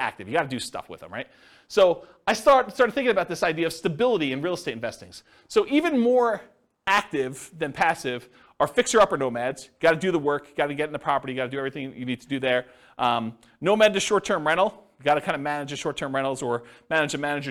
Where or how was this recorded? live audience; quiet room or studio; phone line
live audience